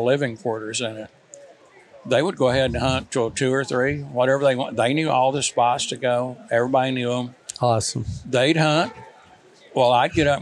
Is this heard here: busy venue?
yes